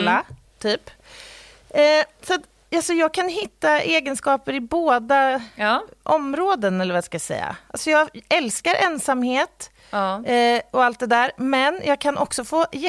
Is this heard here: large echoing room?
no